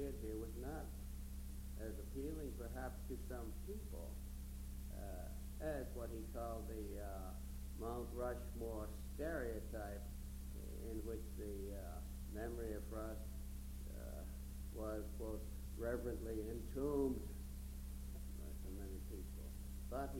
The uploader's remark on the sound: This asset is difficult to decipher due to audio quality and the fact that it seems to begin after the event started.